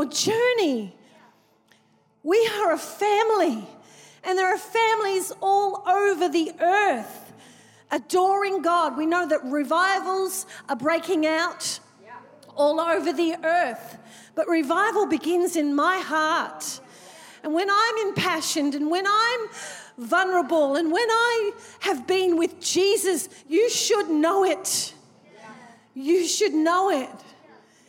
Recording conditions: large echoing room